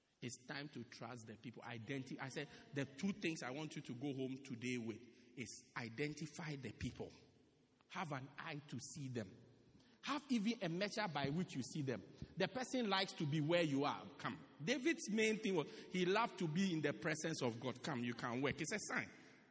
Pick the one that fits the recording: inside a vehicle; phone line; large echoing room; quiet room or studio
large echoing room